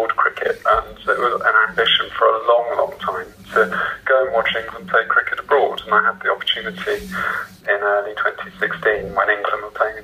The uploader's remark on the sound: This interview was conducted over the phone.